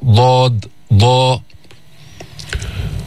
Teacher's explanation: من صفاتها الجهر، ينحبس جري النفس عند النطق بالحرف لقوة الاعتماد على المخرج. كمان هي حرف مستعلي، يعني يرتفع اللسان إلى الحنك الأعلى عند النطق بها، أقصى اللسان يرتفع. ضاد ضاء. ومطبق، الإطباق تلاصق ما يحاذي اللسان من الحنك الأعلى باللسان.